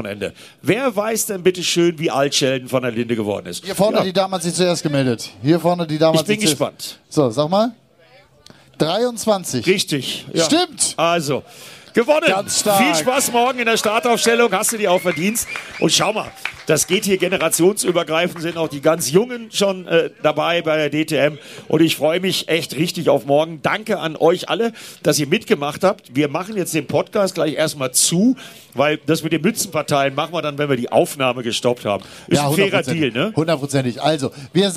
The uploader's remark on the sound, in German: Live vom Lausitzring. Live auf der Schaeffler-Bühne am Lausitzring. Die Folge wurde vor Publikum aufgezeichnet.